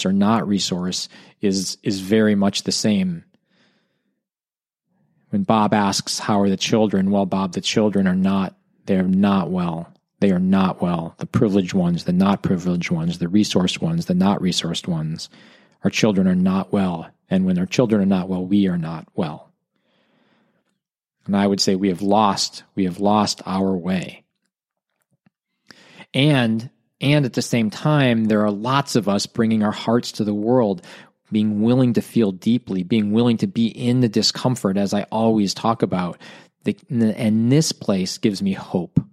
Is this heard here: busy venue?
no